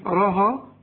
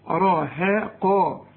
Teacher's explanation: الهاء مرققة، الراء مفخمة، القاف مفخمة · Shown in: second take